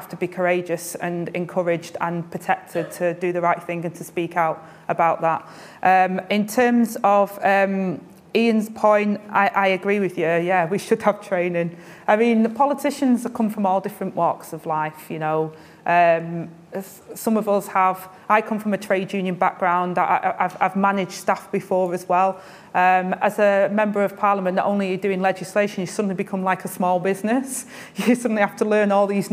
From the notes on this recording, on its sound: Took part in a Q&A with the in-person and online audience.